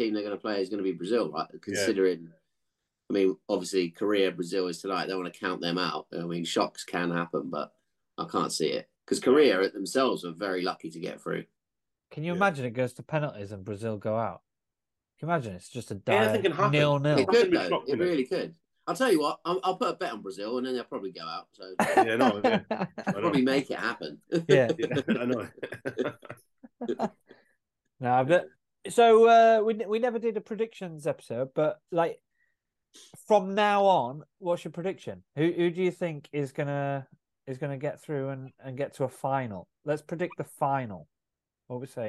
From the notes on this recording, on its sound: Chatting over zoom